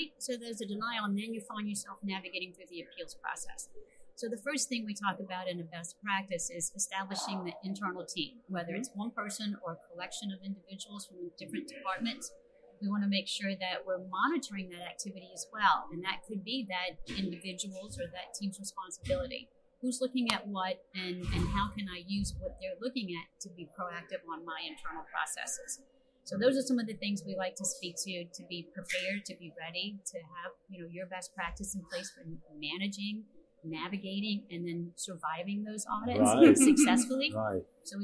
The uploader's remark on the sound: MGMA caught up with the duo at the Medical Practice Excellence: Financial and Operations Conference in Orlando.